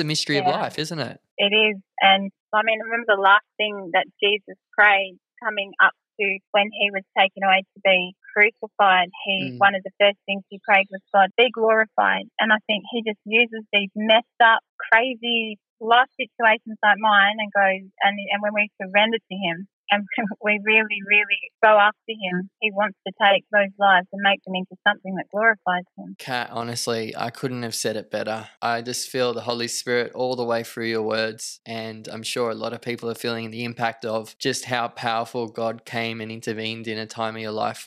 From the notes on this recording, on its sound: An Over-The-Phone Interview. All our podcast episodes are pre-recorded at an independent studio in Sydney, Australia.